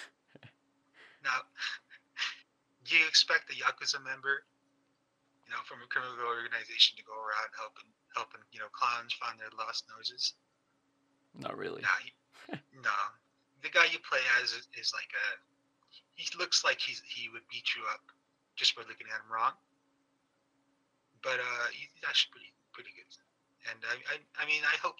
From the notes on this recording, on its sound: The Snow Is Freezing My Internet. As we encounter technical difficulties, one after another.